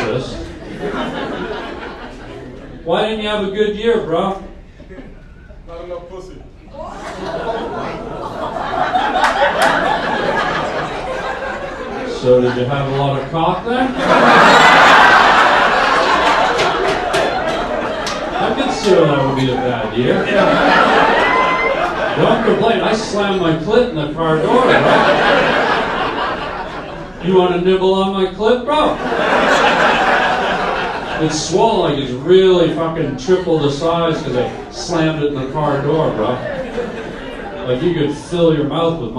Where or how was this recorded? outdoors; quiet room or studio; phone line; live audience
live audience